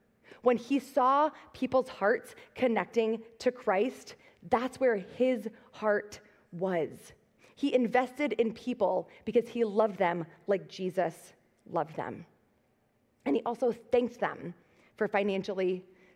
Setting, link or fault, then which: setting, large echoing room